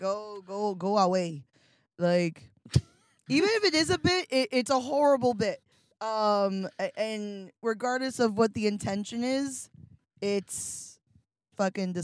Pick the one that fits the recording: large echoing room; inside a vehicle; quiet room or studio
inside a vehicle